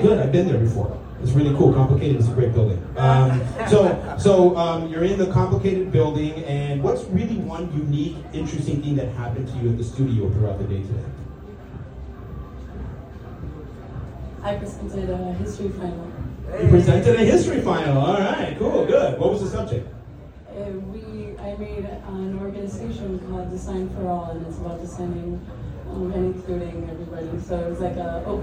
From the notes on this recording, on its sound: My first live improv show since Covid, WITH FRIENDS!